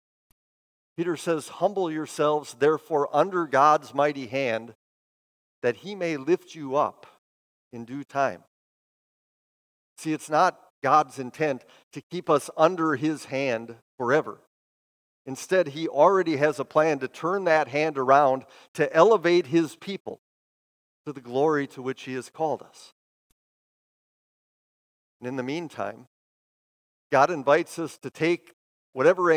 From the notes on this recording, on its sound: Preached this sermon at Bethany's Sunday worship on May 14, 2023. Bethany, Appleton, WI.